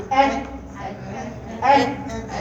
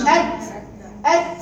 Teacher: طرف العريض مع ما يحازينا اللثه العليا قبل ما تدخلي على الغار · Shown in: first take · اهي اد اد. الطرف العريض وليس الدقيق، مش اد اد.